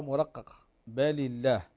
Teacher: فاللام هنا نستفل باللسان عند النطق بها ولا نستعلي باللسان عند النطق بها، فنقرأها مرققة